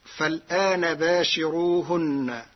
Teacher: قرأ ورش كلمة فالآن بنقل حركة الهمز إلى الساكن قبلها فتصير فلانا مع ثلاثة البدل، وهي من لغات العرب. أما كلمة باشروهن فقرأها ورش بترقيق الراء لوجود كسر قبلها